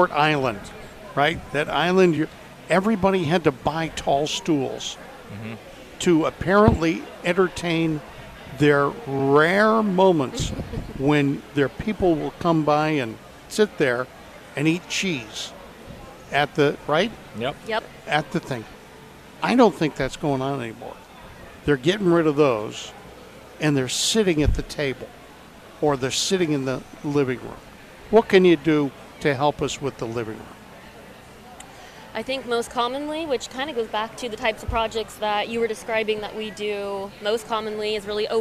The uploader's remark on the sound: Live from the "Southern Ideal Home Show"